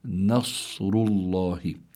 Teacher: لا، لابد النون حكمها الترقيق والصاد حكمها التفخيم، فلابد من ترقيق النون وتفخيم الصاد